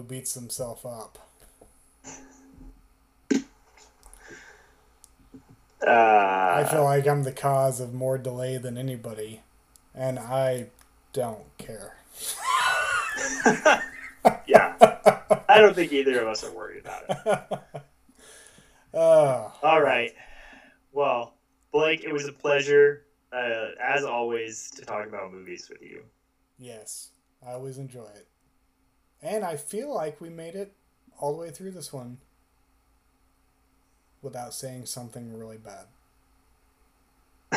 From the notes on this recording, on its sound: the audio is a little wonky on this one